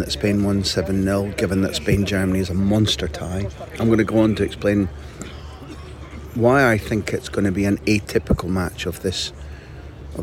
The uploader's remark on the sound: Live! From the rondo! I hope you enjoy hearing in the background to this report the fun the Spain players were having as I recorded during their training session.